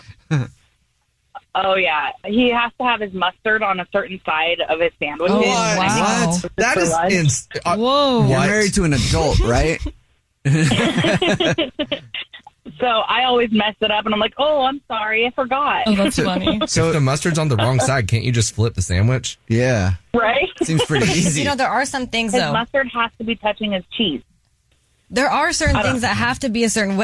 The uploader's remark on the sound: The woman on the phone.